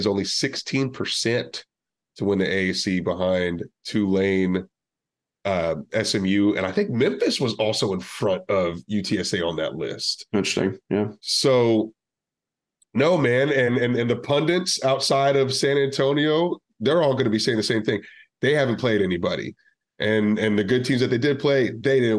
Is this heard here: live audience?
no